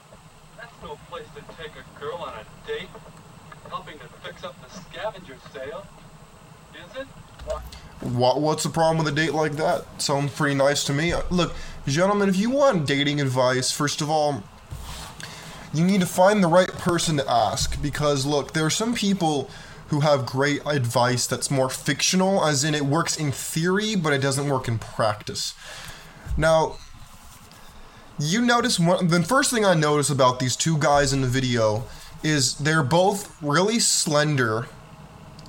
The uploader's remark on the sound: The video and audio got messed up, so I just used the audio; my apologies.